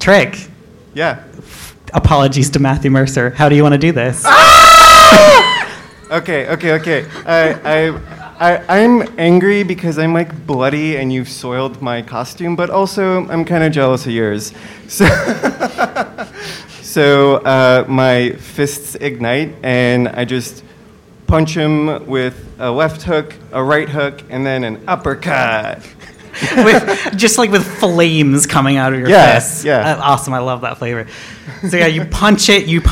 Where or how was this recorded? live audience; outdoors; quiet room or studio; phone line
live audience